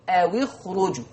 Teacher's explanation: طيب نفس القضية في الآية 66 أوي خرجوا، برضو الساكن الأول الواو والساكن الثاني الخاء. حفص هيكسر الساكن الأول وهو الواو